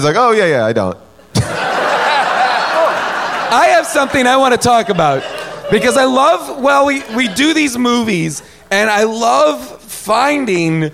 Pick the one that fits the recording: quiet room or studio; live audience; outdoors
live audience